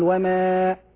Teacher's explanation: يلاحظ أنك ترقق الألف ترقيقا زائدا تقول وما وهذا يشبه التقليل الذي هو من نوعي الإمالة.